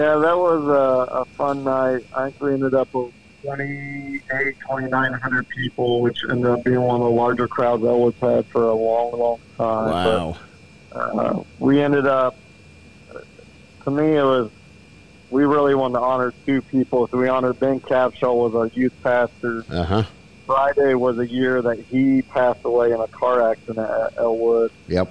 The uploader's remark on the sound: called in to the garage.